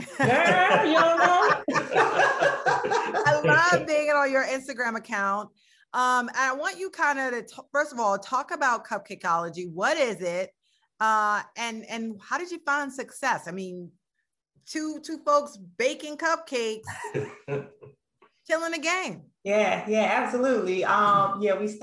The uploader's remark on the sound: In this special edition of Flashpoint LIVE taped before a virtual audience.